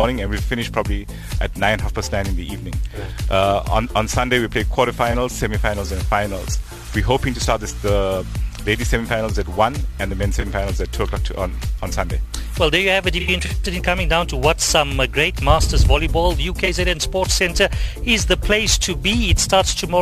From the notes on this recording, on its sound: The Official Drive team was live at the fifth edition of the National Masters Volleyball Championship held at UKZN. A record men’s field of 24 teams while nine female sides descended on Durban for the tournament, hosted jointly by eThekwini Volleyball and Legends Social Volleyball.